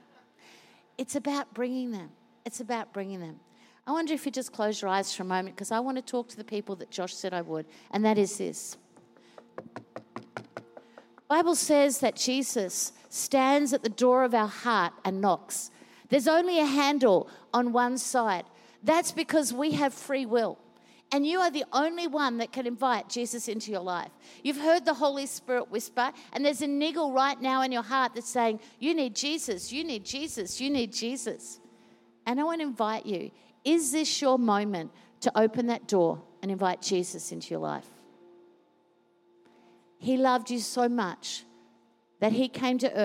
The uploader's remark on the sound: Recorded during our 9am service